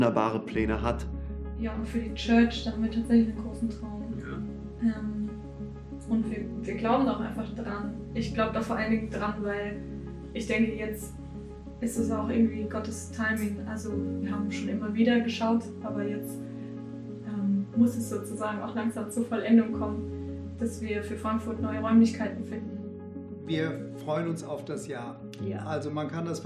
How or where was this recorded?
large echoing room